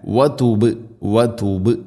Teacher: ബാഇനെ ഖൽഖല ചെയ്യണം, ശരിക്കും കേൾക്കണം